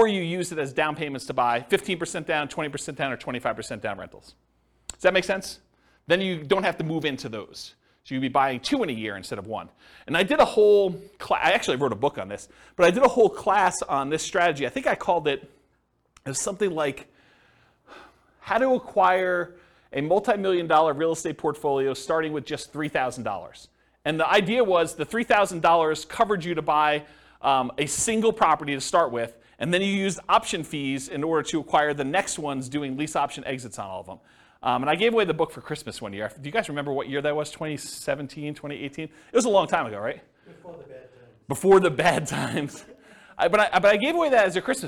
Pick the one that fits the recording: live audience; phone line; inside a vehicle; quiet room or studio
live audience